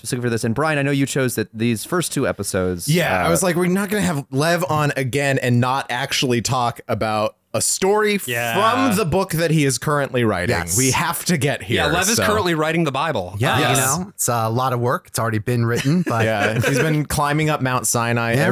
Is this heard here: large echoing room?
no